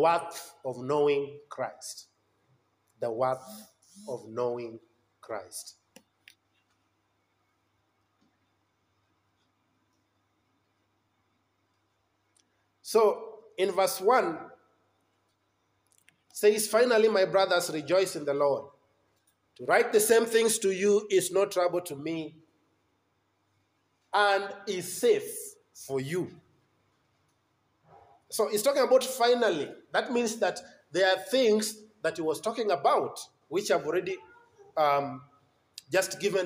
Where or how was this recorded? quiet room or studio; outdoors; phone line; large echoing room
large echoing room